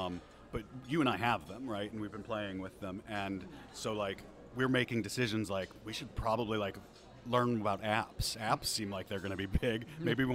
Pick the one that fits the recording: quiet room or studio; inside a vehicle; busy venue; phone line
busy venue